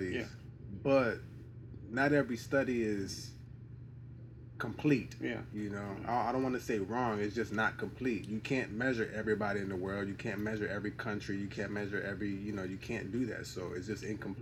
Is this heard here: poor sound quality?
yes